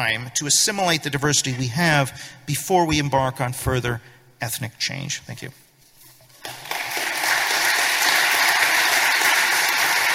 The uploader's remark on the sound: Speech at New Culture Forum Conference